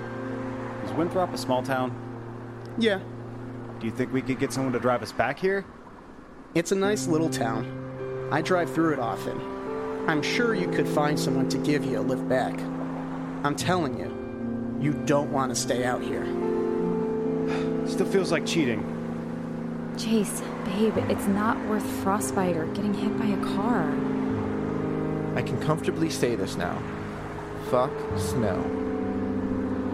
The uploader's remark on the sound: While resting outside a small convenience store.